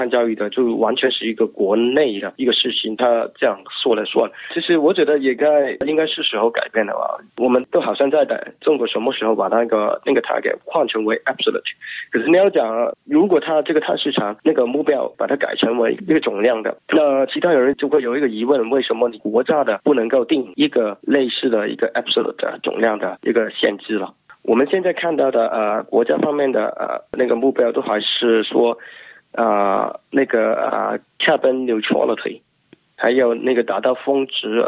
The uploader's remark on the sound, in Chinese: 电话采访